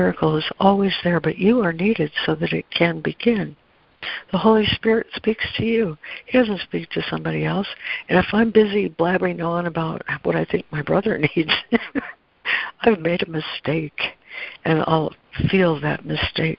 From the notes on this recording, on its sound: ACIM Daily Conference Call.